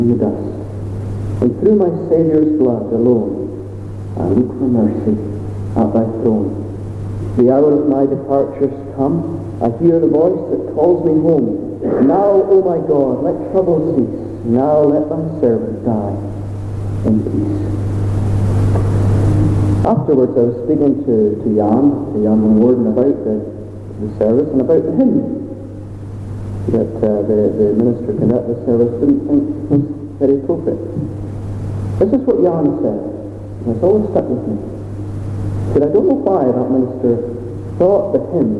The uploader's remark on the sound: Apologies for the sound quality